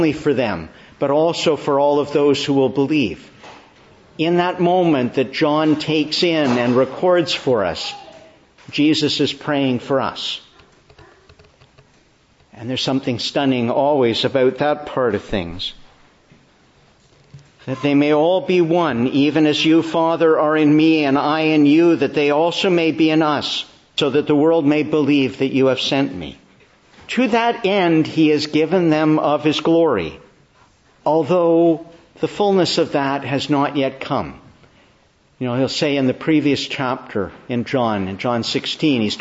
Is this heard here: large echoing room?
yes